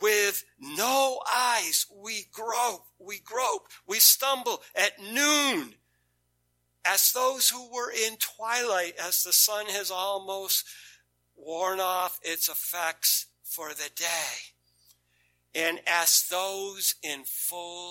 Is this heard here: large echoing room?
yes